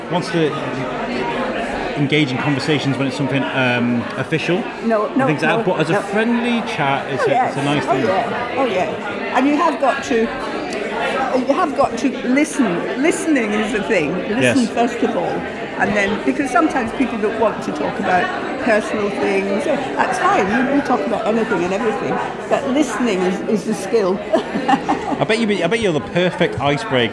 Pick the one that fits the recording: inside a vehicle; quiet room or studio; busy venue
busy venue